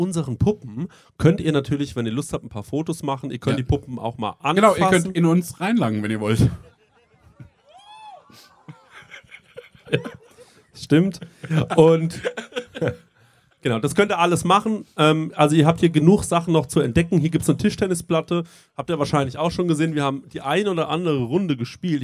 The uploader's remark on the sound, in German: Sommerfest Live. Lauschet dem Live Podcast, der vor Ort gepredigt wurde.